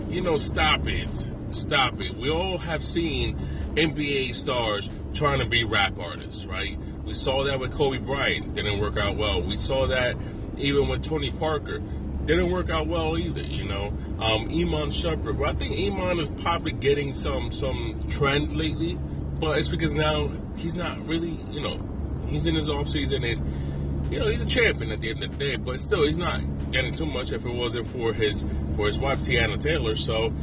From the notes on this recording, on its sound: Today I will talk about thoughts in my car.